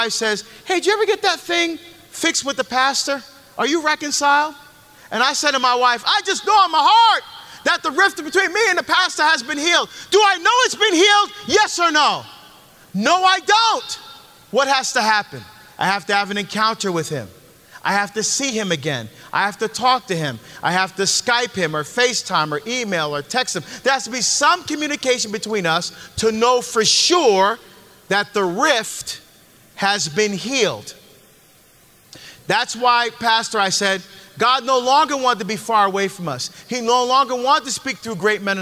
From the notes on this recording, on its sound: LIVE from the Deeper into the Psalms from the Ignite Bible Tour